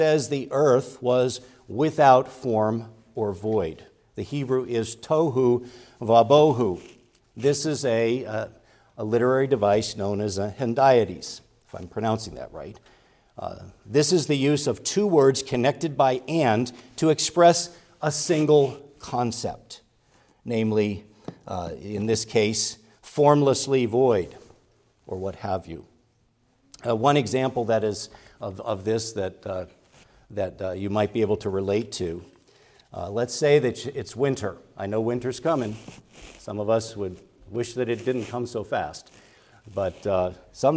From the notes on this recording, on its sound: preached at Grace Orthodox Presbyterian Church in Sewickley, PA, during the morning Worship Service on Sunday, November 12, 2023